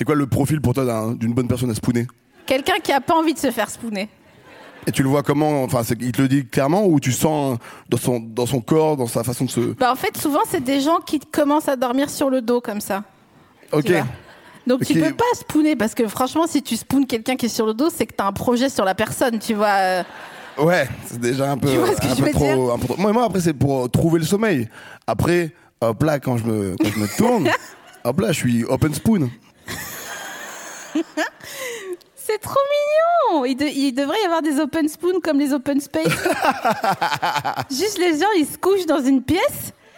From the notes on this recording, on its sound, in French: enregistré en mai 2022 à la Scala Paris